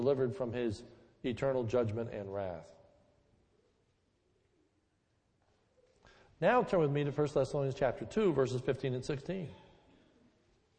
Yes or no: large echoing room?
yes